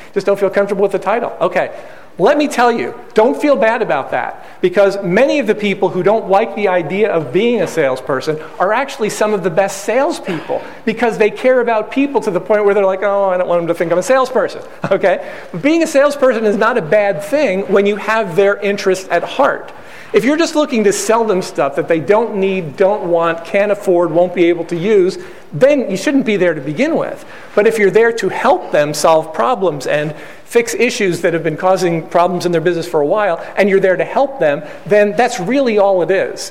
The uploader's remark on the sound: A few weeks ago, I posted a podcast and conducted a live training session in Chicago on the topic of Total Market Domination. A sneak peek inside the live training I conducted recently.